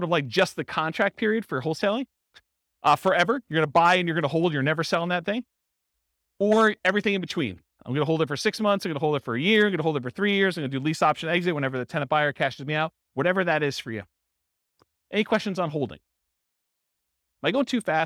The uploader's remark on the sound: This was a live class recorded.